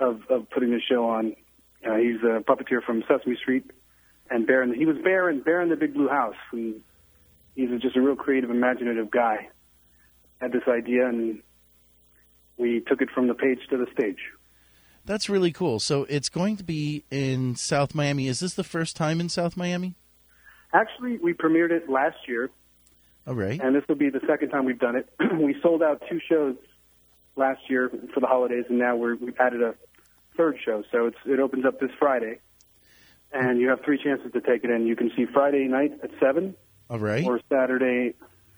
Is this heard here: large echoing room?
no